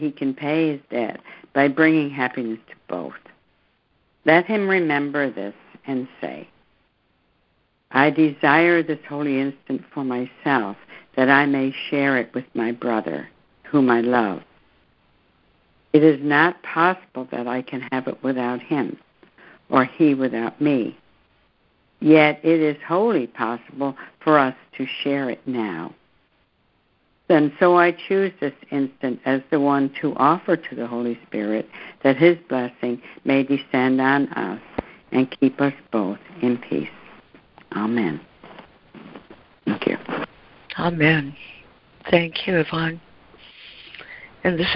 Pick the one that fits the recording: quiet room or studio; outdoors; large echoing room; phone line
phone line